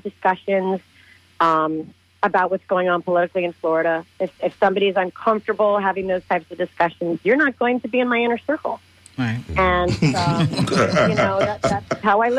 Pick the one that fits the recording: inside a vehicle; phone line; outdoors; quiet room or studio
phone line